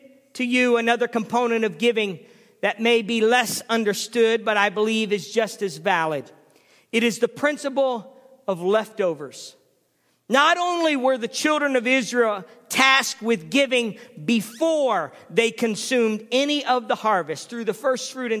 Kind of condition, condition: setting, large echoing room